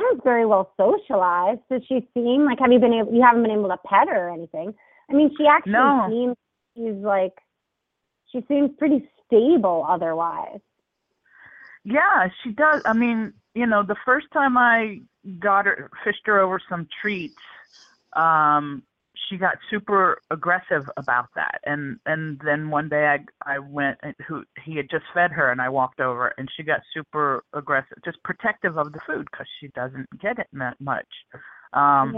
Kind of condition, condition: link, phone line